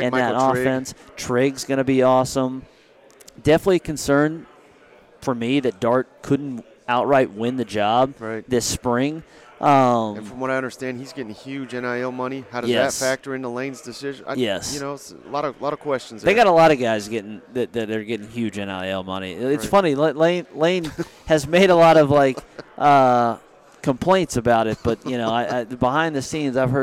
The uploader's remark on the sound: SEC Media Days. Live from the College Football Hall of Fame in Atlanta!